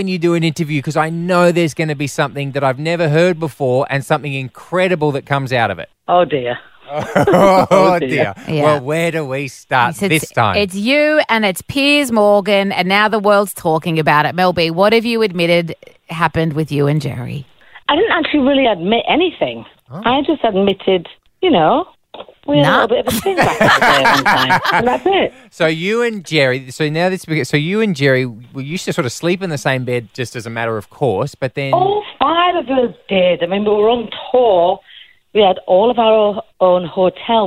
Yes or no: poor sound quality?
no